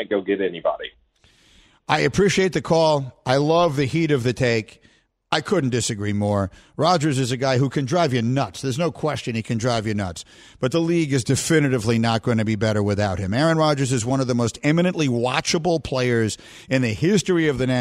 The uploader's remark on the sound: We open the phones for your hot takes.